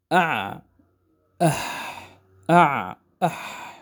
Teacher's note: المخرج الموالي من مخارج الحلق وهو وسط الحلق، وهو مخرج للعين والحاء